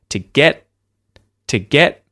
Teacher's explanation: So, all that happens here is that the tongue goes up into the T sound. So, the tongue raises up, stops the air coming out of the mouth. It rests just behind the front teeth.